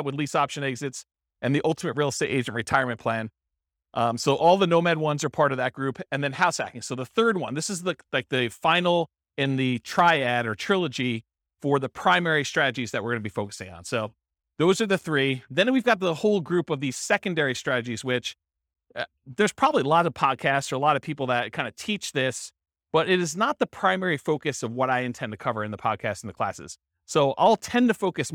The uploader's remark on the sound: This was a live class recorded